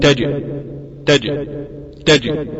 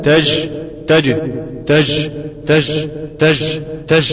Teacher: حصل ان اللسان عندي ارتفع والتصق بسقف الحنك وبعدين نزل تاني بسرعة شديدة · Shown in: first take · Term: الجيم شديدة